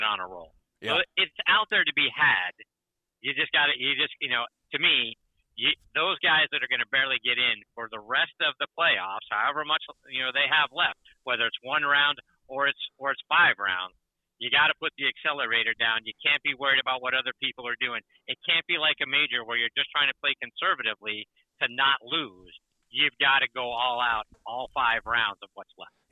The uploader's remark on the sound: Calls in Live from the BMW Championship.